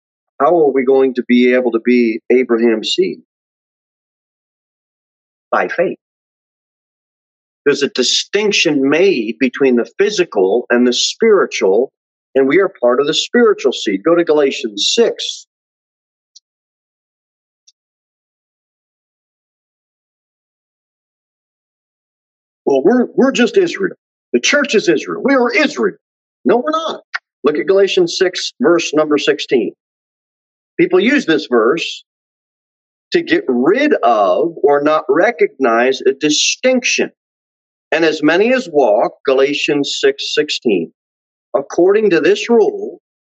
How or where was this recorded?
large echoing room